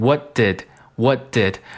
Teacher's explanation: what 和 did，他们中间这个 t 省略掉，变成 whatdid